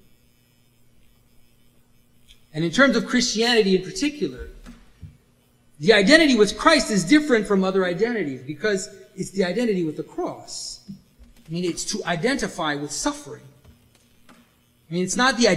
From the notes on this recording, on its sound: This was recorded at the Resurrection of Logos event in Toronto, March 2017. This was recorded at the Resurrection of Logos event in Toronto, March 2017.